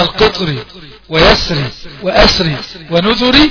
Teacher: أما القطري ويسري وأسري ونذري الراء مكسورة عند الوصل. يبقى إيه ترق